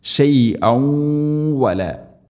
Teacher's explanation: നഫ്സിൻ ഷ ഷൈഅ വല ഇത് ഗാം ബിഗുന്ന, തൻവീന് ശേഷം വ, തൻവീനിനെ വ എന്ന അക്ഷരത്തിലേക്ക് കൂട്ടിലയിപ്പിച്ച് മണിച്ചുകൊണ്ട് ഉച്ചരിക്കണം